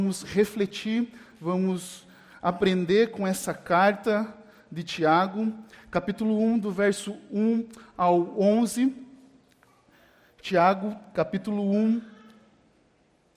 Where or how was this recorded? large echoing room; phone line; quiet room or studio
large echoing room